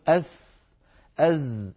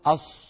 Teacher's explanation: في استعمال الشفتين في حرف الصاد إعمال عضو زائد إعمال عضو لا علاقة له بحرف الصاد يغير الصوت · Shown in: second take · Term: إعمال الشفتين